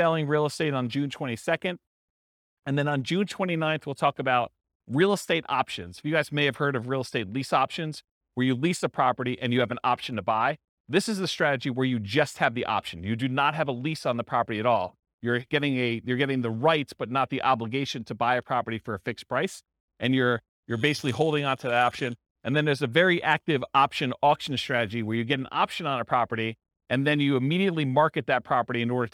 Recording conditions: live audience